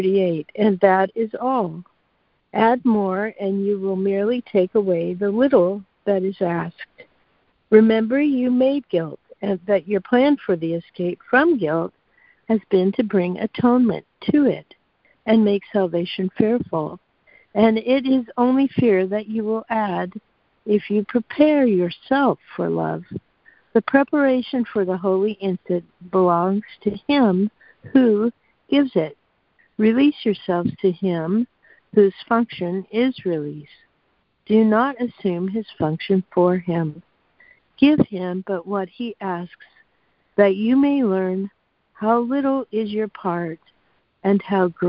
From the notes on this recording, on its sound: ACIM Daily Conference Call